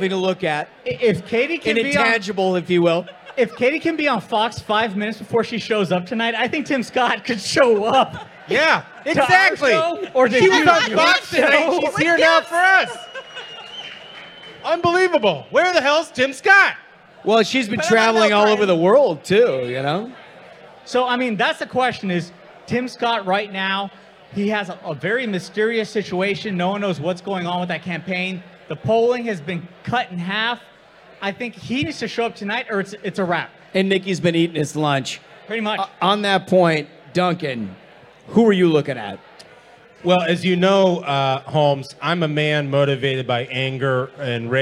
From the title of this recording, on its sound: LIVE! From Washington, DC